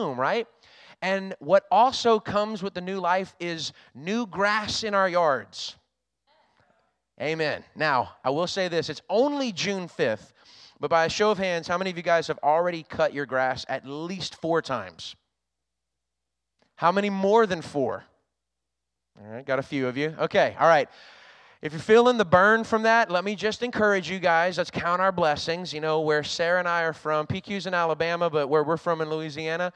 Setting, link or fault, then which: setting, large echoing room